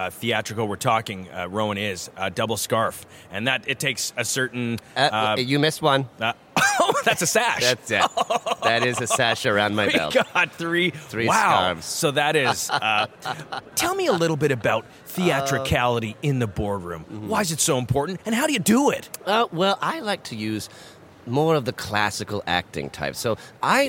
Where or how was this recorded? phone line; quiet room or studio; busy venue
busy venue